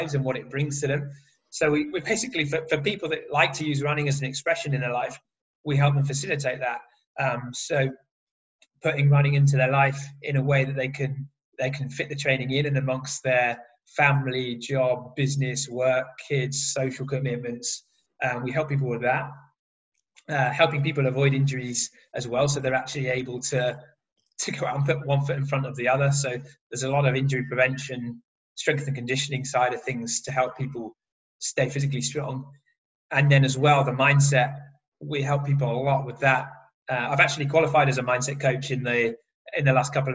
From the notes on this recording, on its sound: This episode was recorded via Zoom